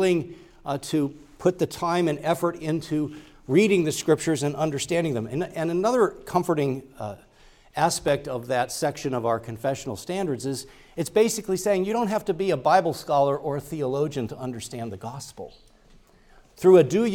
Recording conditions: large echoing room